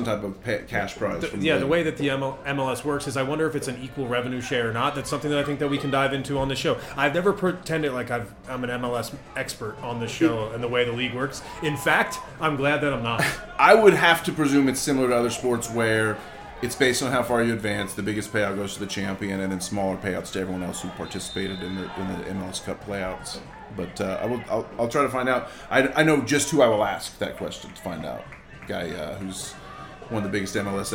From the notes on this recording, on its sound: A late winner LIVE from Memorial Stadium. Record the show during the second half of Charlotte Independence's win vs.